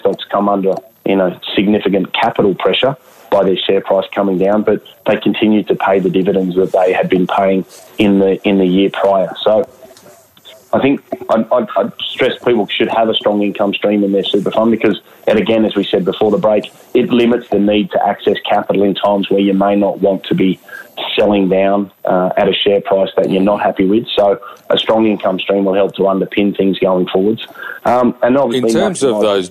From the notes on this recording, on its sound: Via telephone given the ongoing social distancing requirements that have come into play.